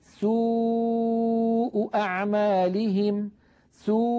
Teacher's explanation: ترتجف الحبال الصوتية في الحنجرة مع انضمام الشفتين، مجموع هذا العمل يؤدي إلى خروج صوت الواو.